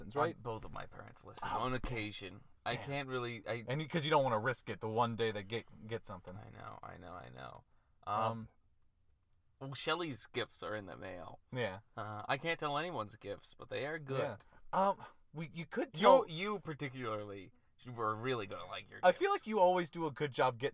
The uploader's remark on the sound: Christmas Carcast